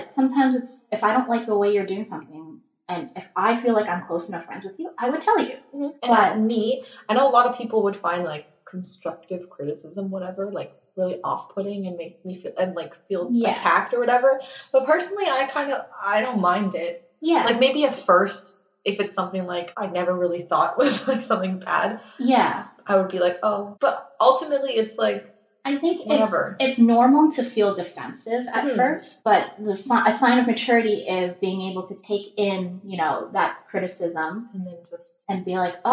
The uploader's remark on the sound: I blame technology for the garbage audio quality this episode. The recording software got confused and...well, you'll know. Again, we're so sorry for the trash audio quality. Laptop has a potato for a microphone.